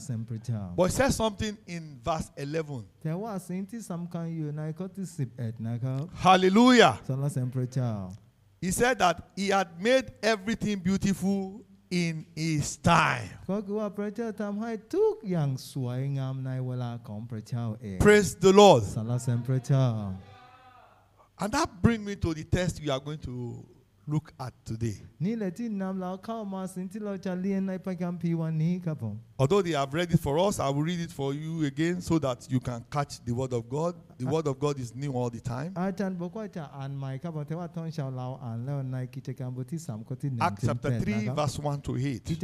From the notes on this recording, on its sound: This sermon was Preached Live